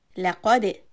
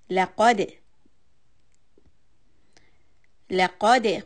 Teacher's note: So lam soft, قاف heavy, دال قلقلة. Now when you do the ق sound, لقى، the back of the tongue is raised, but for دال you need to bring it down and make the دال soft.